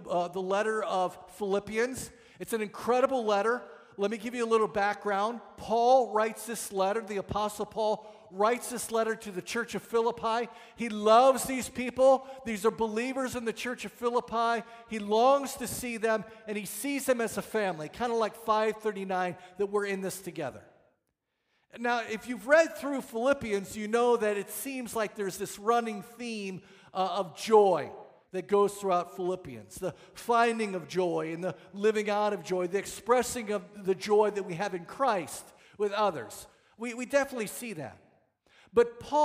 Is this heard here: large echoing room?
yes